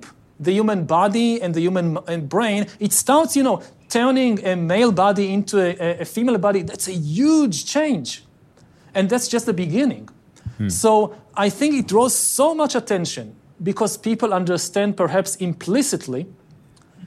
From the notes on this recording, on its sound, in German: Das beim Giga Gipfel von Handelsblatts, WirtschaftsWoche, Tageespiegel, ada und Vodafone in Sölden als Live-Podcast aufgezeichnet wurde.